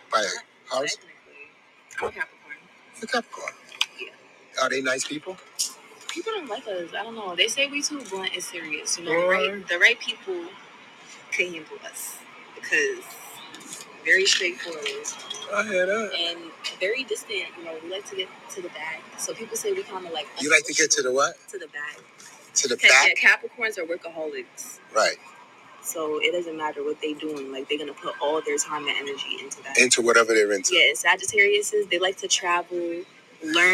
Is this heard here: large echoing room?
no